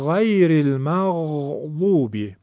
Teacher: صدای غین درشته و پرحجمه. میگن غین تفخیم داره، یعنی درشت تلفظ میشود